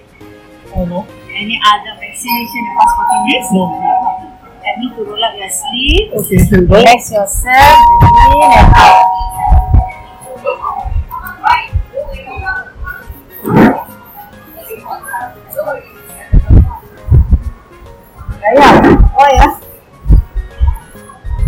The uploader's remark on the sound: Sorry for the back ground noises and a lot of rustling sounds. An attempt to record an audio diary for us to have something to look back on.